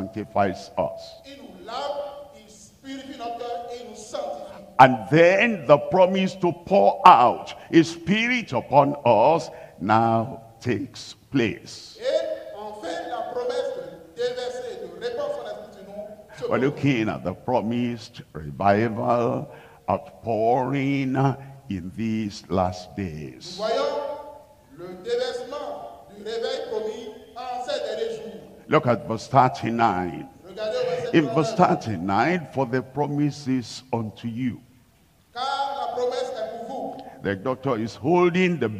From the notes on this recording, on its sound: live from Lomé, Togo.